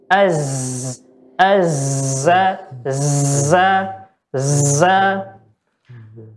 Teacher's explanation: istifal ini pangkal lidah tidak boleh naik ke langit-langit · ujung lidah bertemu dengan pangkal gigi seri bagian bawah atau bagian tengah gigi seri bagian bawah dengan sifat nafas tertahan Ya, tidak ada nafas yang keluar dari mulut kita. · Term: zai